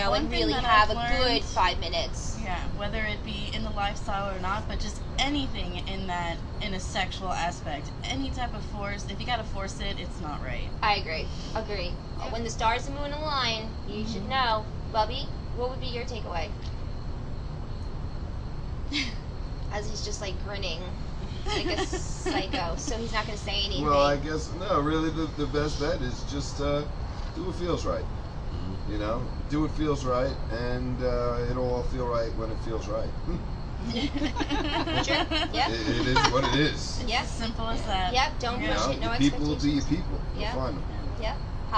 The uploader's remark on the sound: A panel of guests. This was recorded the morning after Secret Sinsations hotel takeover, outside in the beautiful sunshine.